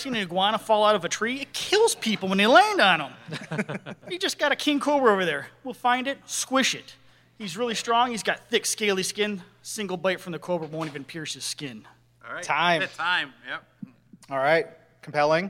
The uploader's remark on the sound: Tournament of the Hunted Panel Live at C2E2 2019.